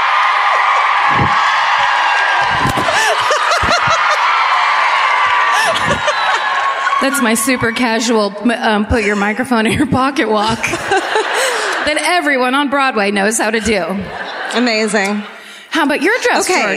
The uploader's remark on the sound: Live at the Lyric in Baltimore